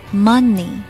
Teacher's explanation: 在 m o 的后面不自觉的加一个鼻音，这是不对的。第一个音节。mo 的音节，我们要把它发成 m m n y money